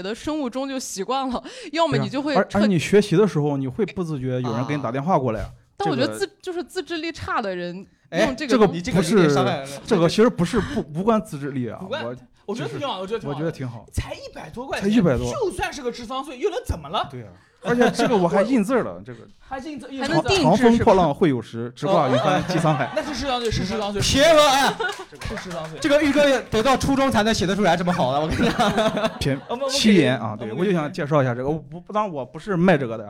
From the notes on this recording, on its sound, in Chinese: 现场观众